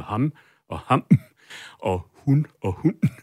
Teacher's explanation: Så er der stød, som vi jo har i det danske, hvor vi kan skelne mellem ham og ham, og hun og hun.